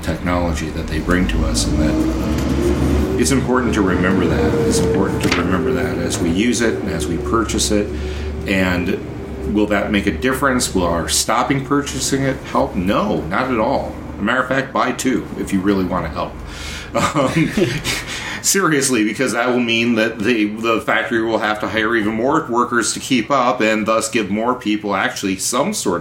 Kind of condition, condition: fault, sounds in the background